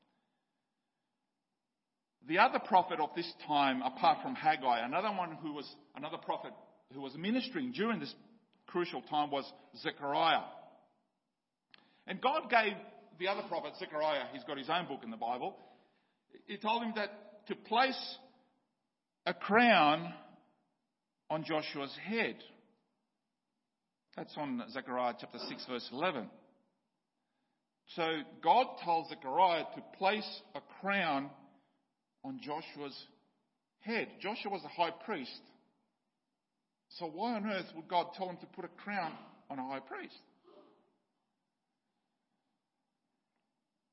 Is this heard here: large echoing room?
yes